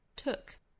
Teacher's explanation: 我们的唇形微微向前去聚拢，舌根部向后缩，相当于舌头的后部是整个口腔内舌位的最高点。